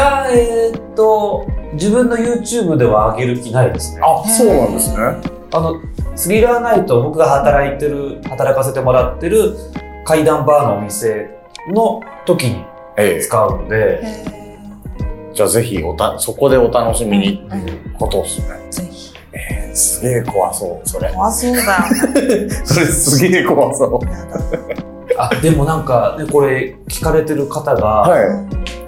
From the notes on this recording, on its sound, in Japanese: なぜか音声にノイズがはいっております。